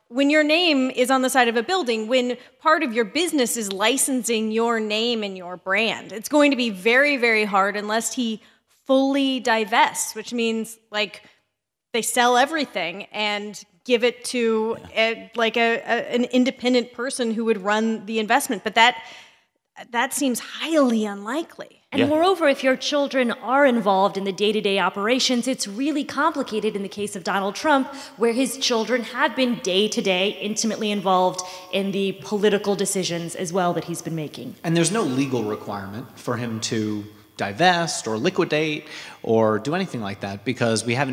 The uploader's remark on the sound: This episode was recorded in front of a live audience in Cambridge, Massachusetts in conjunction with the Harvard Institute of Politics' quadrennial campaign managers conference.